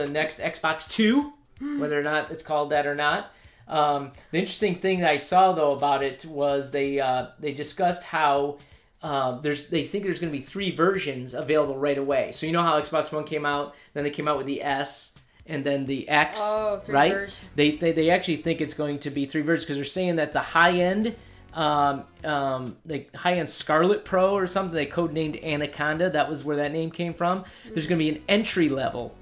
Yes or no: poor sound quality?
no